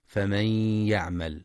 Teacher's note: ينتبه القارئ لإدغام النون في الياء بغنة في فمن يعمل